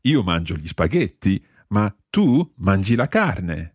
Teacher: So there we've stressed io and tu.